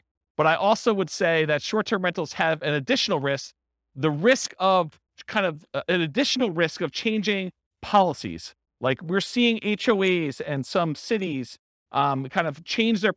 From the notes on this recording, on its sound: This was a live class recorded to give investors a solid overview of the buy and hold real estate investing strategy including short-term rentals.